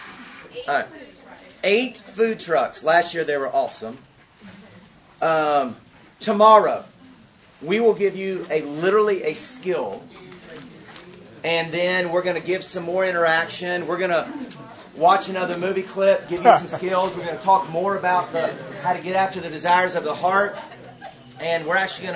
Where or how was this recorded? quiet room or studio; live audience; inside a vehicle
live audience